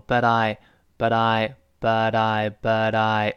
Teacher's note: but 跟 I 连读加浊化